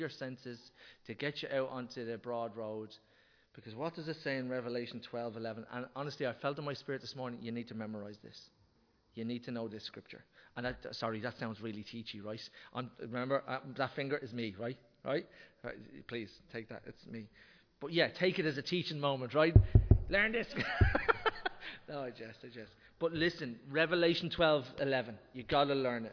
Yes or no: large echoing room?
yes